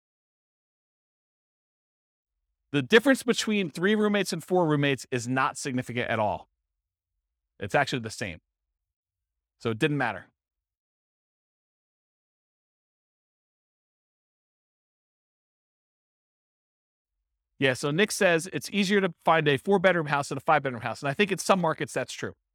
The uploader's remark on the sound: This was a live class recorded